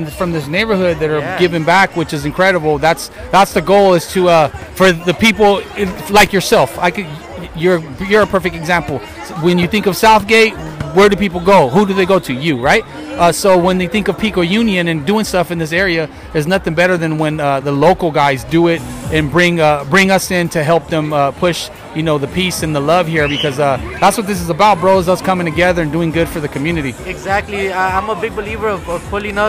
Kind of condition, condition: setting, outdoors